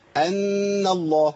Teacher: نون عليها شدة هنقف عليها شوية ونغن ماشي ونطلع صوت من الانف